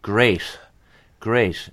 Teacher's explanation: in the place where the T is made, it's not made very strongly. And so we get a fricative space between the top edge of the tongue and the alveolar ridge. · Term: slit T